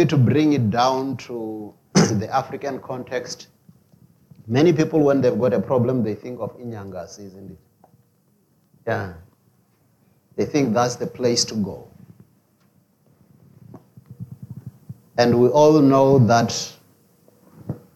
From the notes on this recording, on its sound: preached at Jesus the Saviour Church, 185 Bobs Way, Eersterivier, Cape Town on 20 November 2023